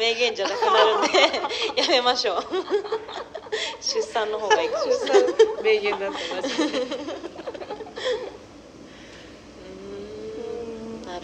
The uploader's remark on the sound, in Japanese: 公開収録。収録の環境が変わったため、少しホワイトノイズが入っています。会場にゲストとパーソリティーの子供２人が自由に遊んでいたため、声も入っています。